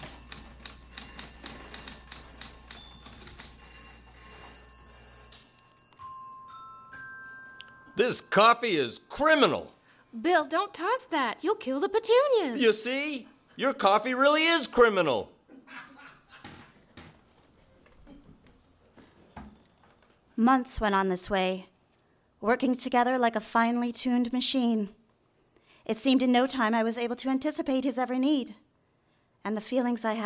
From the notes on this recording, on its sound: Hear all your favorite Diarist actors live with foley sound effects. The live show was recorded in Portland Oregon at the Twilight Theater as part of Portland Radio Theater Live!